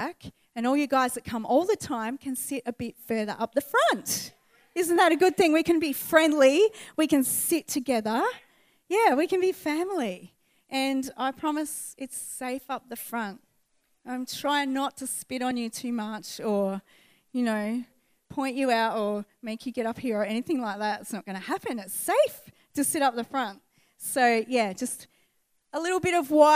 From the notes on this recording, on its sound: recorded on 11/08/2019 at the 11am gathering